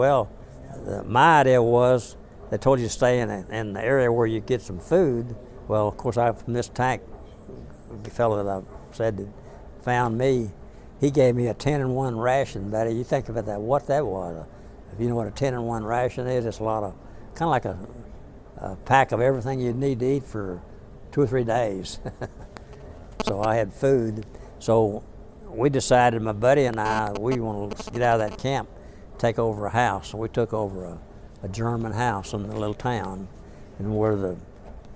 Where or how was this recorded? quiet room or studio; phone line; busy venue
busy venue